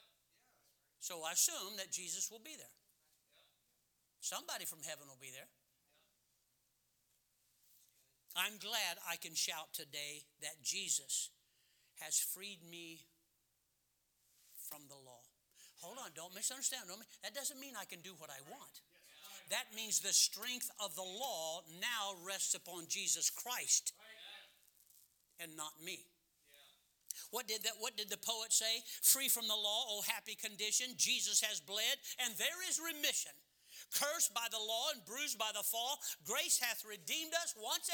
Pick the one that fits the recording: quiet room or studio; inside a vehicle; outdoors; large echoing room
large echoing room